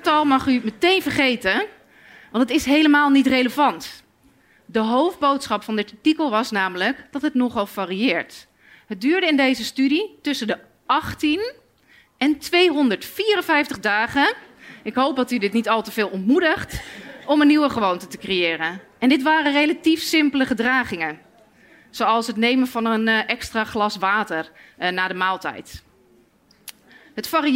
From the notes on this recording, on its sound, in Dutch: Live vanuit het Betweter festival